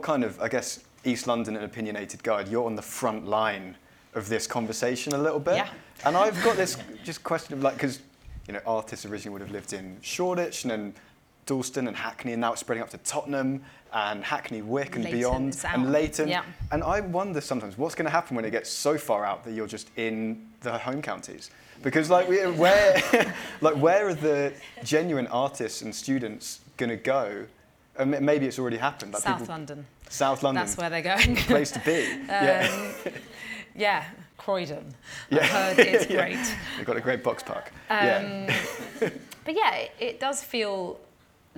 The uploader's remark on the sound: Special recording taken in front of a live audience at the London Podcast Festival. In this live episode, recorded in Kings Cross, it felt fitting to focus our conversation on London town.